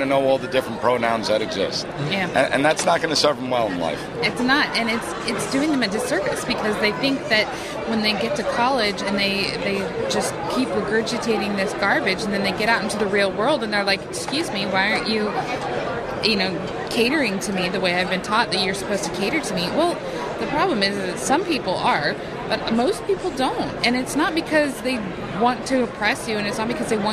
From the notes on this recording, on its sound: live from CPAC